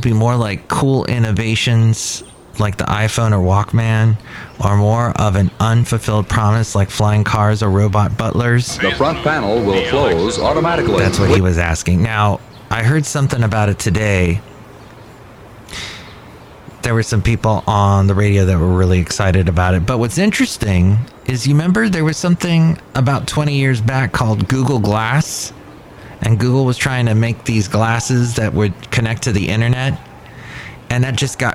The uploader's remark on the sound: podcasts live from Café Anyway